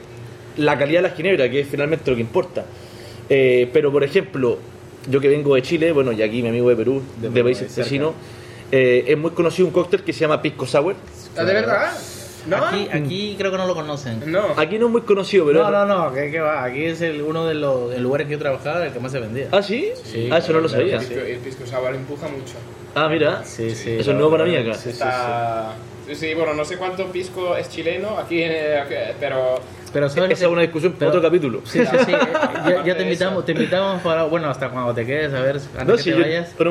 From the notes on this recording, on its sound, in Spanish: Grabado en la fantástica enoteca Chamberí.